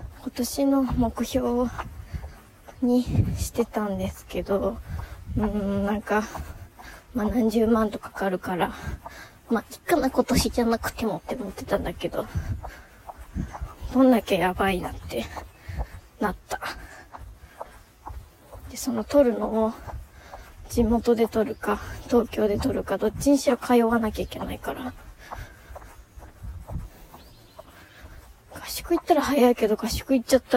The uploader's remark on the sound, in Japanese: 久しぶりのお外で収録